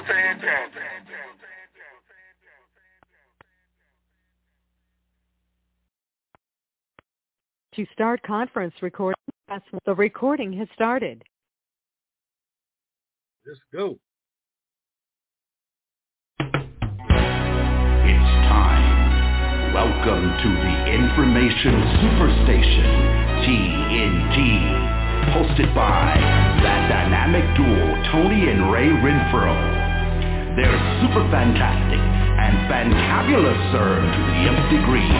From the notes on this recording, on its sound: TNTSuperfantastic Conference Call